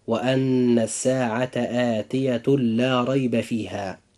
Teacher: إدغام بغير غنة، حيث يأتي التنوين بعده حرف اللام